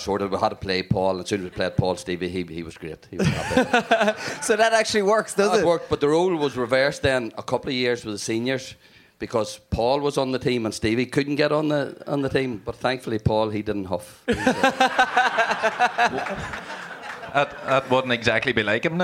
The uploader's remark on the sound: GAA Hour live in Tyrone